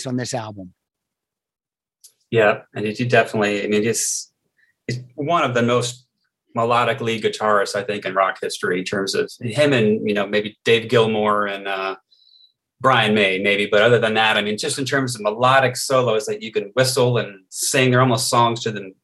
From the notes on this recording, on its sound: to the Zoom Room